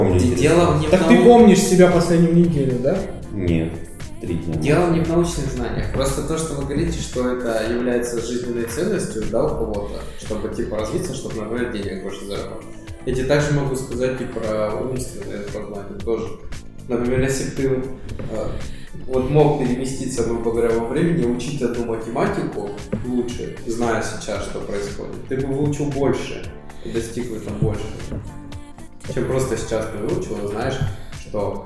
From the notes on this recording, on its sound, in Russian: Пилотный выпуск, в котором всё пошло неправильно. Приносим извинения за звук и обещаем исправиться.